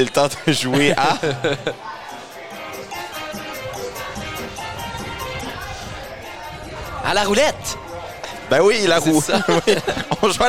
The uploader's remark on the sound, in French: Enregistré au Tire Shack à Moncton.